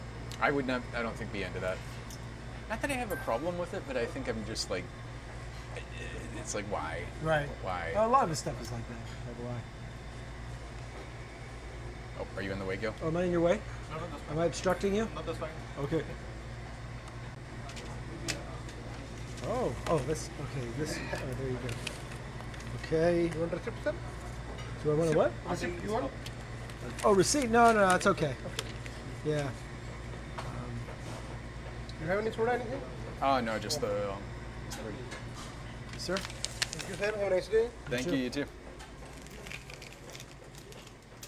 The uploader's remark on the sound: A nice lunch and walk-and-talk conversation. Apologies for the background noise and inconsistent levels. I tried to clean everything up as much as possible but it was shockingly hard and time consuming.